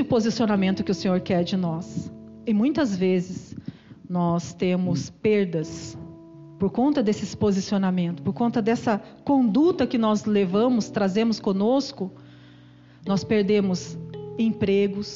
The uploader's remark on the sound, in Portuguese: Culto gravado em 10/06/2022 durante culto da cura e libertação.